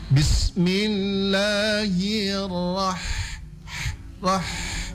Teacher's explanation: Kalau ha maka yang keluar cuma nafas, cuma angin.